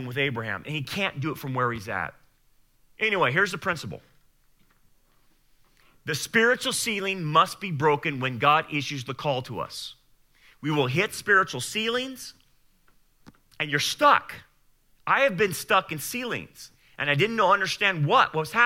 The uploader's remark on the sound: Sermon Audio Sunday Service